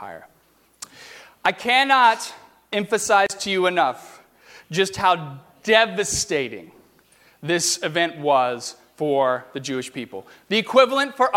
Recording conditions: large echoing room